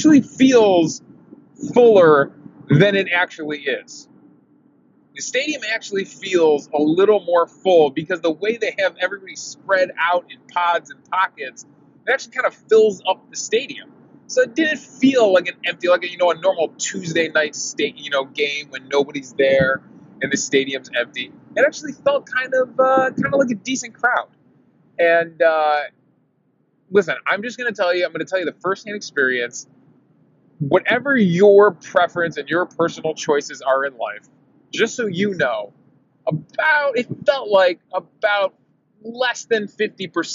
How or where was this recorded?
inside a vehicle